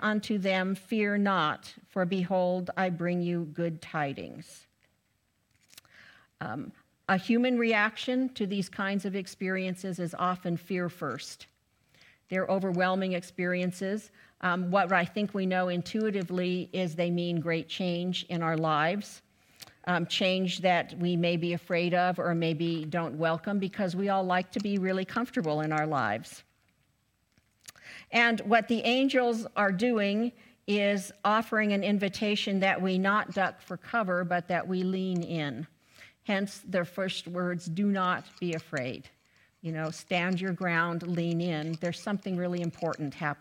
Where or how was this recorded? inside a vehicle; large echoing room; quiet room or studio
large echoing room